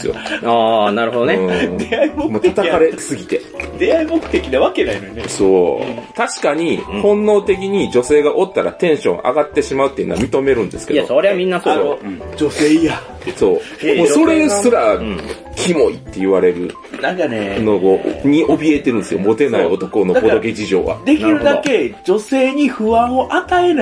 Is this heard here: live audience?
no